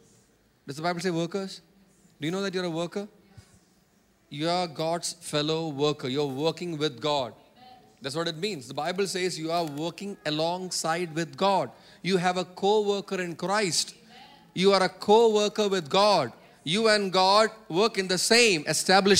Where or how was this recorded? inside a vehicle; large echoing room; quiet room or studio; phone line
large echoing room